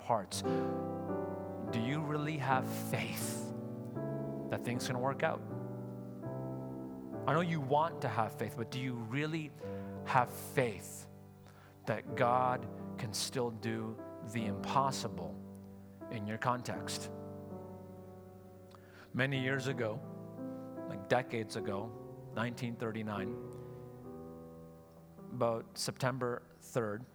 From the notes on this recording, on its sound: Sunday Service live broadcast